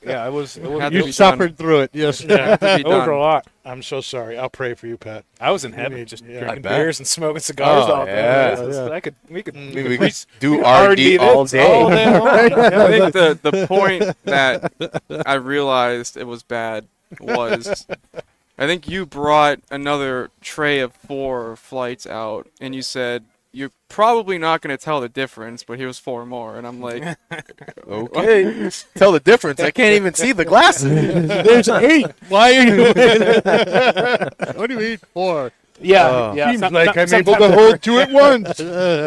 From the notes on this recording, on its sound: Recorded live from the 7-20-4 Lounge!